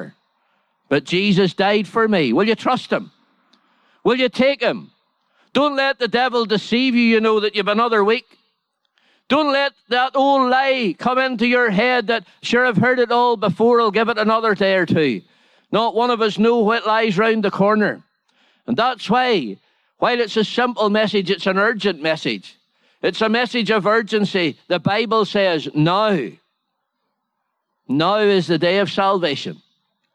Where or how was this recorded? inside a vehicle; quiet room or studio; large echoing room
large echoing room